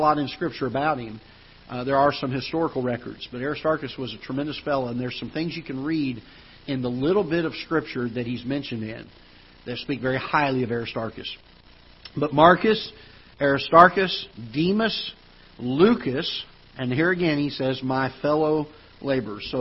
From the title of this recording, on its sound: Ketha Heights Baptist Church ~ Live Broadcast